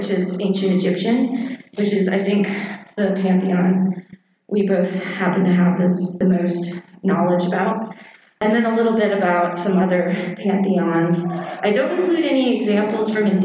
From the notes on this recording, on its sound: Share a recording from a presentation on Furry and the Occult at Biggest Little Fur Con, in Reno Nevada this past October. We have included audio from the discussion part.